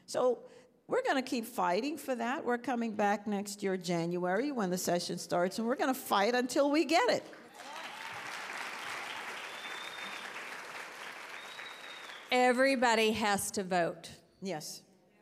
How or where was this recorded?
busy venue